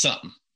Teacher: One of my favorite examples of this, and I don't think I've ever mentioned it in the podcast, is the word something, which some people reduce that second syllable to basically a grunt